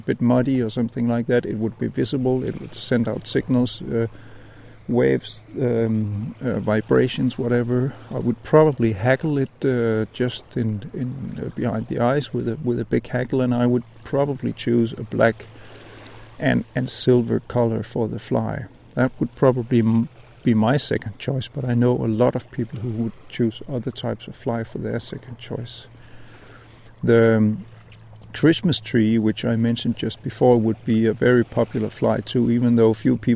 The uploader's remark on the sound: As usual recorded by the water, but with very little fishing and no catching.